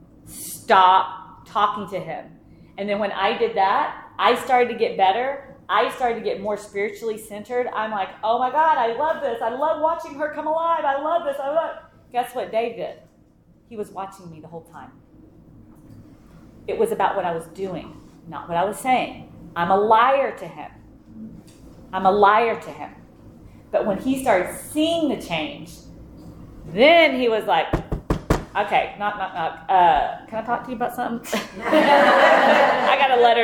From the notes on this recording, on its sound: Big Book Workshop. This workshop was recorded live.